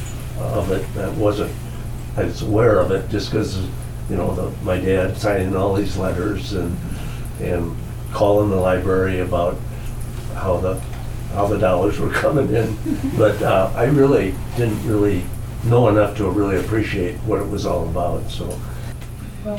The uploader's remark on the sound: This was recorded in the RDL meeting room in December, as a kickoff event for the Rhinelander District Library Foundation’s annual Ced Vig Holiday Book Fund. We will hear more from attendees at that event who took turns sharing their own stories.